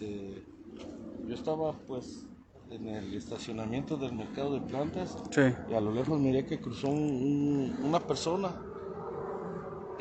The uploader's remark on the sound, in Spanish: Expedición - deportivo Xochimilco. Este episodio es un audio de la expedición que se llevó acabo en "VIVO". El audio está completamente en vivo.